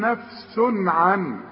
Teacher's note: العين من حروف الإظهار، خد بالك وارجع واسمع، ما نغنش هنا، هنقول نفس عن، ما نقولش بقى نفس عن، لا نفس عن.